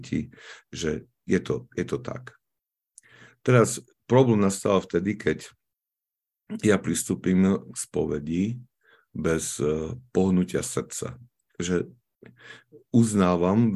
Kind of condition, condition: link, video call